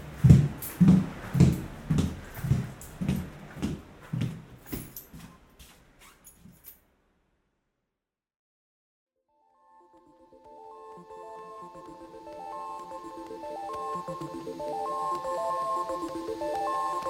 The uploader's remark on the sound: goes nightwalking in New York City and talks to strangers